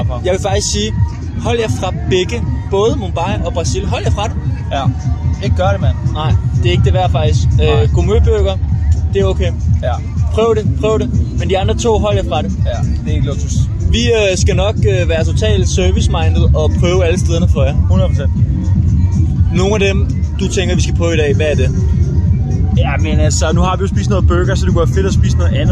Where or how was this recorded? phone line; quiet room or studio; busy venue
busy venue